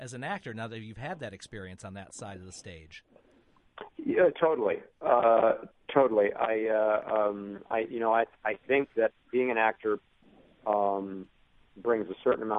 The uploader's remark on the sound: Via three separate phone lines. One of the actors in the Indy production in studio.